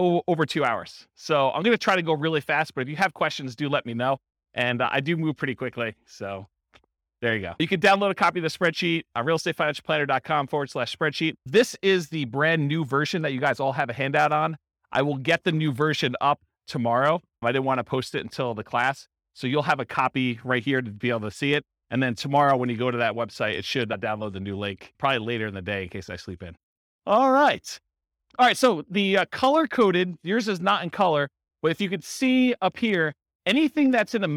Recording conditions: live audience